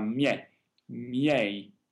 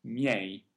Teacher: The first I becomes a J glide, so it's spoken very quickly and not as defined. But the last I is spoken very clearly as part of the diphthong